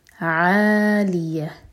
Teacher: اس کو آ نہیں کہنا، یہ ہے عین، حلق سے نکالنا ہے